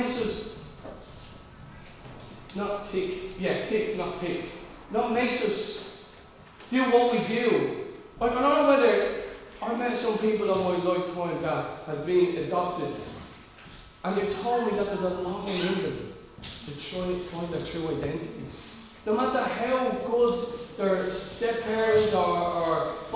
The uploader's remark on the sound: Recorded live at Liberty Church on 26th July 2020